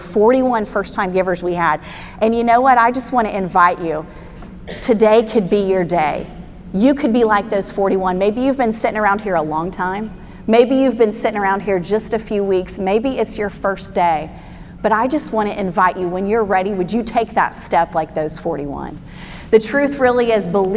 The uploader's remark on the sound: Spoke at our REFRESH conference in Nassau, Bahamas. This podcast is her teaching session on Day 01.